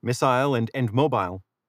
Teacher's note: a lot of the ile endings get pronounced that way. Isle instead of ill.